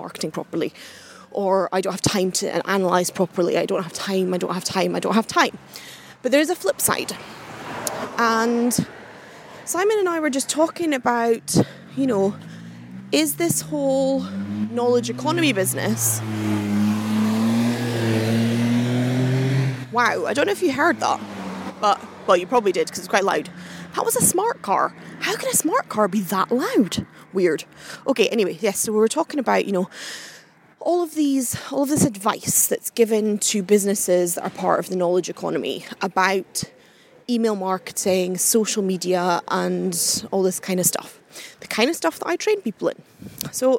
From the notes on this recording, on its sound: Doubling up on the podcasting today with a bit of a walk and talk!